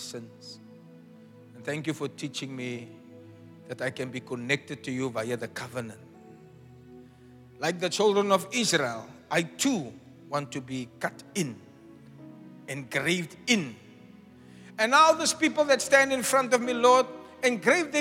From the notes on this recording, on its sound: Preached at the Zion sanctuary, Cape Town on the 23 April 2023